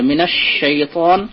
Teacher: আউযু বিল্লাহি মিনাশ শাইতানির, আশ শাইতান এখানে লাম তারিফের ইদগাম আছে না, মিনাশ শাইতান, এই জন্য ওখানে লামটা পড়ে গেছে, মিনাশ শাইতান, শিনের উপর তাসদিদ আছে, লাম তারিফের ইদগাম হয়েছে, শিন এটা তাফাশি, শিনের জন্য তাফাশি, মানে না সিটি উচ্চারণ হবে আর না ভেতরে থাকবে, মানে একটু মোটা করে উচ্চারণ করতে হবে।